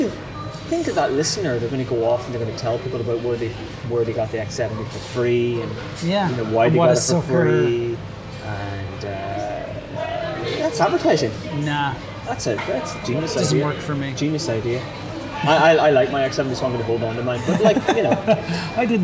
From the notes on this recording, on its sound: This week's episode has some serious background noise annoyance. We decided to meet up half way to record this episode and it turns out that Mcdonalds is not the best place for recording audio.